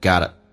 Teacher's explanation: t 发成 d 而且弱化一点变成 gotta